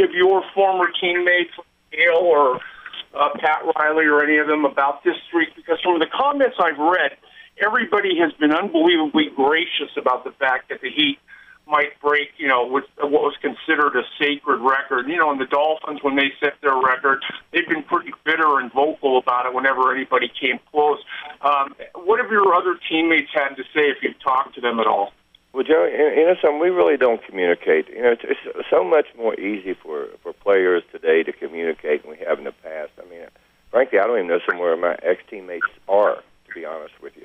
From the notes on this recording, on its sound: Conference Call (3/21/13)